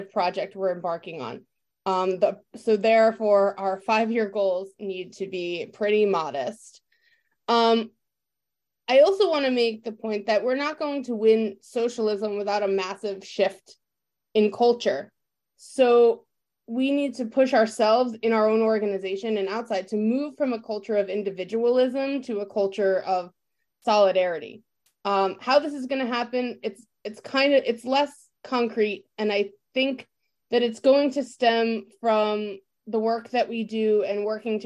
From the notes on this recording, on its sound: Online Panel Discussion